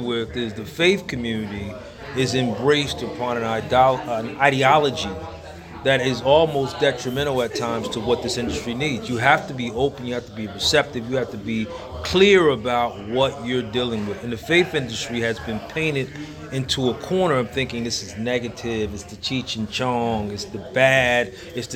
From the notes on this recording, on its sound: during the Black Cannabis Juneteenth event at HUB-13 Trenton NJ